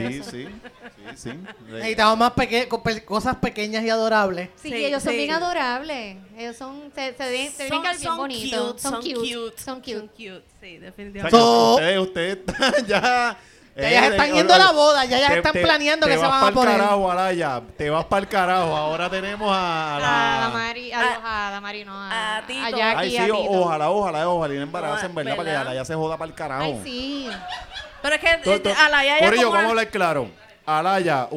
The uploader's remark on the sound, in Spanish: Desde Caguas Puerto Rico, La Gentuza se reunió para hablar pestes del prójimo en vivo frente a ustedes.